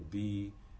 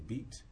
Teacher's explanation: In fact, if I were to say the word bead, but the last sound was cut off, be, you'd know whether I was saying bead or beat because of the length of the E sound there